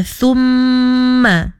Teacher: mim berbaris sabdu juga, iaitu wajibul gunnah, sama juga dua harakat kena cukupkan.